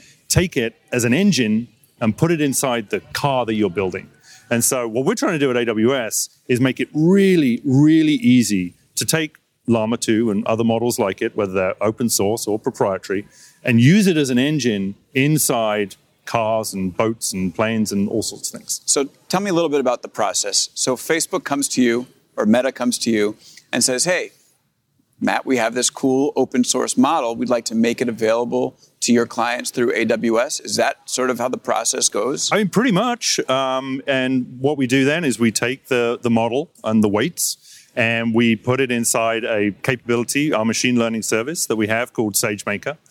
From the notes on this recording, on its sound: live at the AWS Summit in New York City